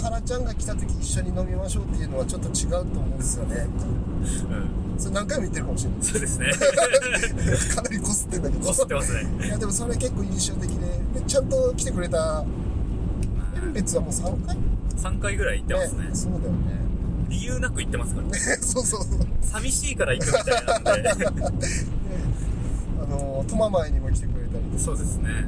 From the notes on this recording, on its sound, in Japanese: 函館ドライブ収録。はじまりと再会の地、函館に向かう道中で、オフライン収録！